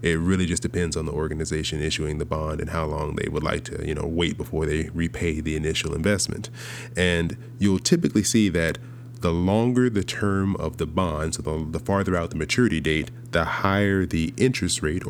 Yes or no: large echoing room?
no